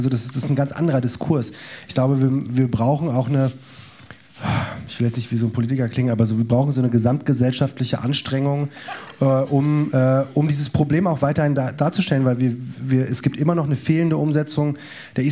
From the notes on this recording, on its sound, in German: Unsere Panel-Diskussion beim Festival Pop-Kultur 2023.